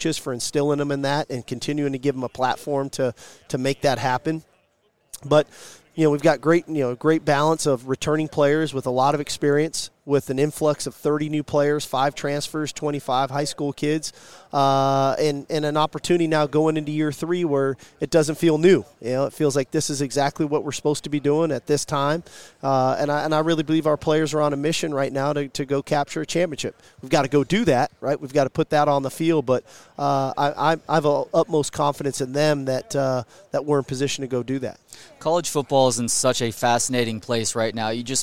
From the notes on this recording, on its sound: Live from Big 12 Media Days at AT&T Stadium in Arlington, TX.